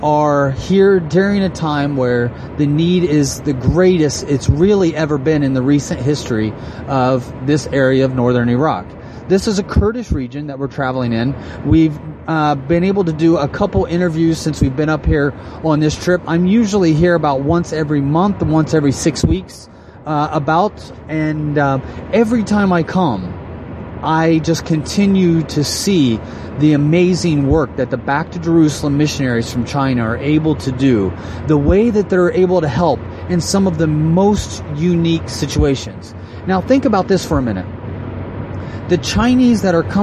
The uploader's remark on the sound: While riding in a vehicle traveling just along the border of ISIS controlled territory from eastern Iraq to western Iraq.